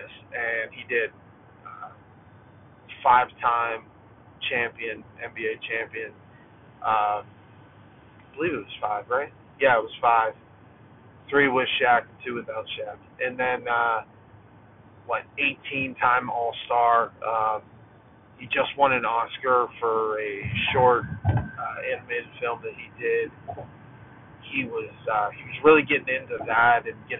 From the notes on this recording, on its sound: This episode was recorded in my car while driving so I apologize about the audio.